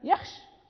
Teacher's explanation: يخش نقف بالشين ساكنة، لأن الألف غير ألف مقصورة غير موجودة في الخط